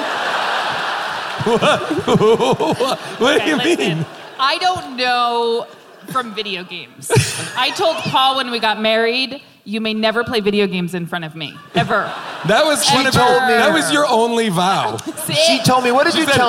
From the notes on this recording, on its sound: Recorded LIVE from Austin City Limits at the Moody Theater